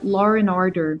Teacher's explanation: no inglês britânico surge um R entre o Law e o And, vira Law and Order. · Term: intrusive R